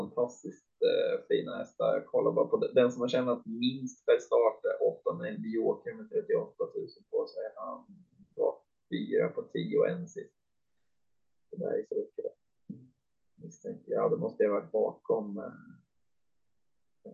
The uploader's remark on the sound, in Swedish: Fortsatt teknikstrul, Inte bästa kvaliten på ljudet.